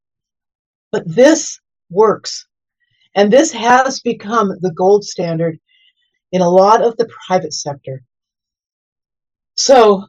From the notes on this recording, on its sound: We present the audio from that webinar.